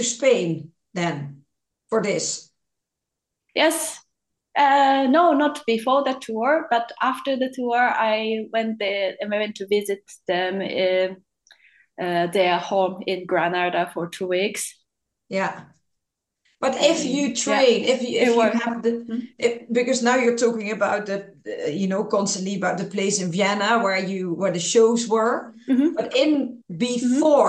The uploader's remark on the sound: Today a podcast via a ZOOM Call